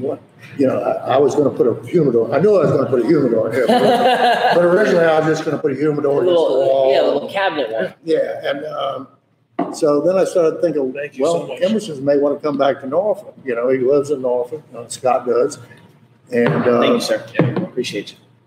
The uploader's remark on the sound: On Location: Makers Craft Brewery